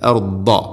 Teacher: ദാദ് നാവിൻ്റെ ഏതെങ്കിലും ഒരു സൈഡ് അണപ്പല്ലുകളോട് ചേർന്ന് നിൽക്കുന്ന രൂപത്തിലായിരിക്കണം അതിൻ്റെ ശബ്ദം വരേണ്ടത്. അർദ. ദാദ് ഹെവി ലെറ്ററാണ്, സ്വരഭാരത്തിൽ ഉച്ചരിക്കേണ്ട അക്ഷരമാണ്.